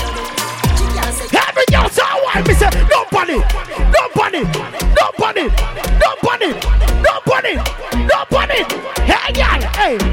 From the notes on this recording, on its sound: Live Audio Recording From RecklessLDN Free Party